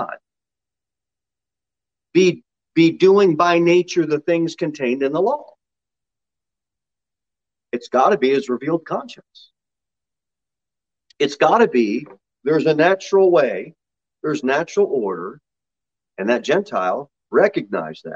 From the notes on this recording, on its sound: Sermon delivered at Pilgrim Baptist Church on Thursday, February 17, 2022, at 6 pm. Jere Whitson Rd.